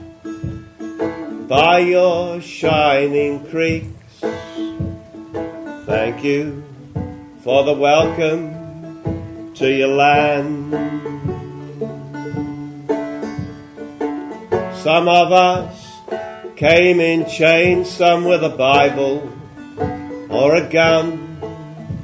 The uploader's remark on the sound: The Red Rock Regional Theatre and Gallery hosted a 'Q&amp;A' forum. The Red Rock Regional Theatre and Gallery hosted a 'Q&A' forum.